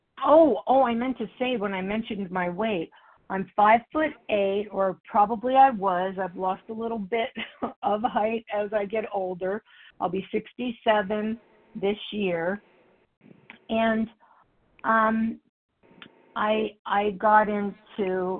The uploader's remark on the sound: the 100 Pounders Phone Meeting, 6/6/23